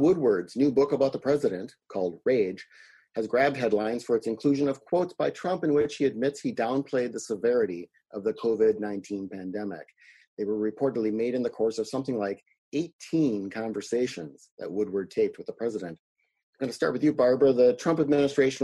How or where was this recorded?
video call